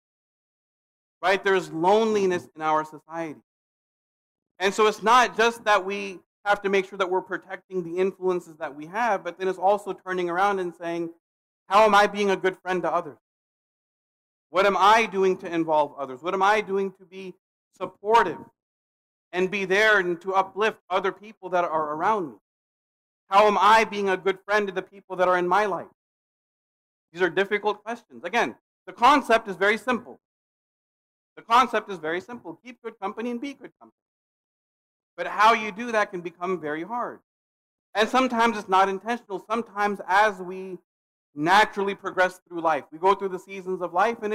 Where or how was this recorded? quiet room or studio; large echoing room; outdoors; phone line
large echoing room